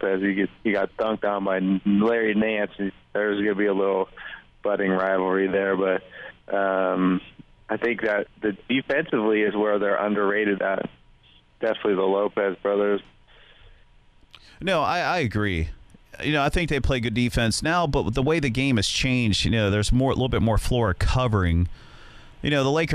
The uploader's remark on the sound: phones in from the City